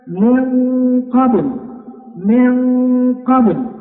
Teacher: فمثلا إذا قلنا من قبل، من قبل، هذه النون فيها غنة، وهذه الغنة أتى بعدها قاف، والقاف من حروف التفخيم فتنطق مفخمة هكذا من قبل.